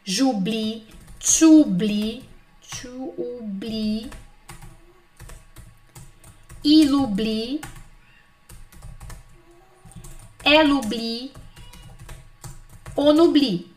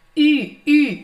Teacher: no oublier tem som de U de uva mesmo, não é o U do etu, étudier